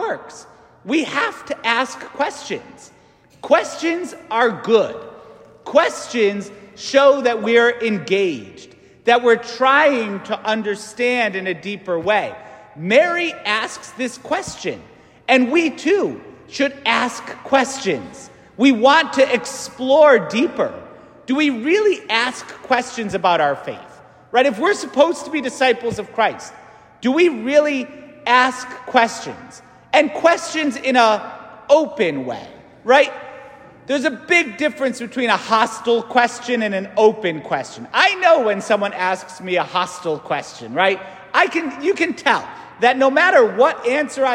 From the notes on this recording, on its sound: St Francis Catholic parish homily